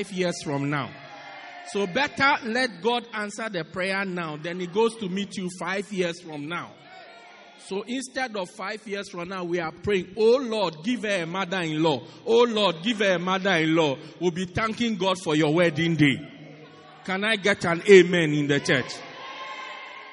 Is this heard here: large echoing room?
yes